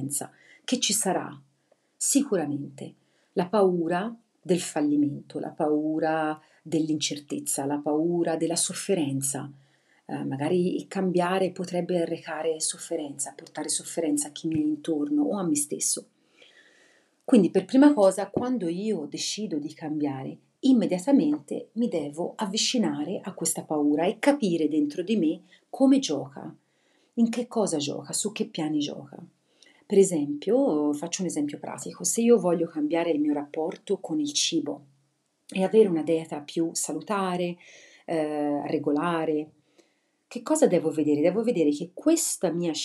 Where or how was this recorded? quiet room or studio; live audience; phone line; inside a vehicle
quiet room or studio